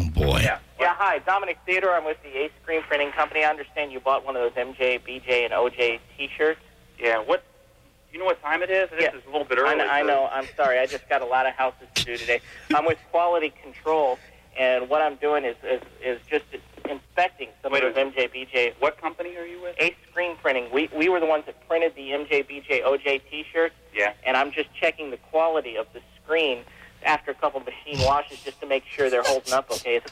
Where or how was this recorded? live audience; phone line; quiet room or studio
phone line